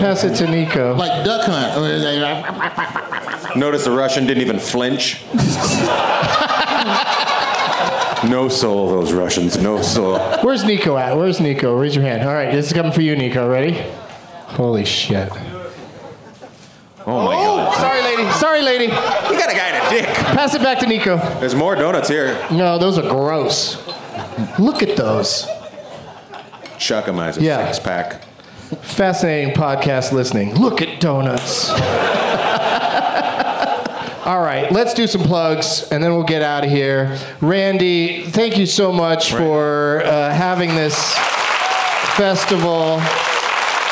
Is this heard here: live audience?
yes